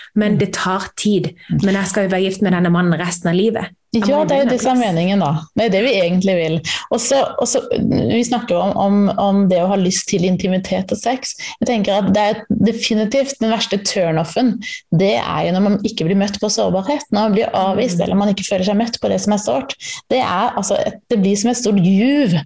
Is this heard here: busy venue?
no